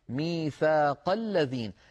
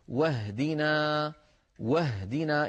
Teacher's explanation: نحو ميثاق الذين، لاحظوا بأن همزة الذين لم تنطق لأن قبلها كلام، ميثاق الذين. · Term: همزة الوصل